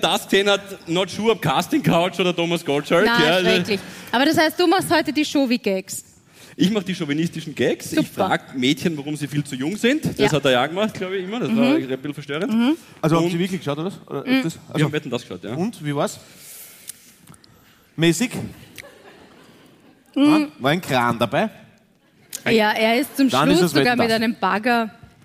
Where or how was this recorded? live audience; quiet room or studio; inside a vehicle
live audience